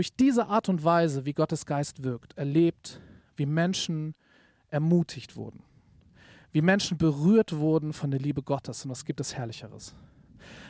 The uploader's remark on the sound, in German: Predigt im Rahmen des GreifBar+ Gottesdienstes.